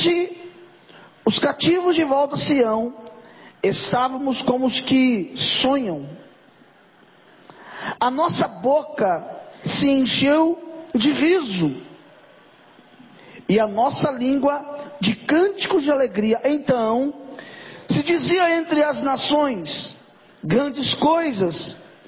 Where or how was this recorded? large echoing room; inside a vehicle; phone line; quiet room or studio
large echoing room